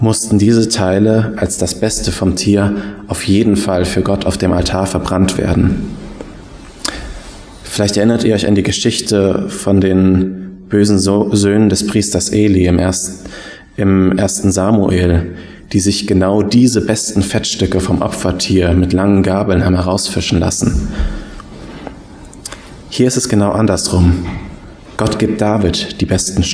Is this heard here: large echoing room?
yes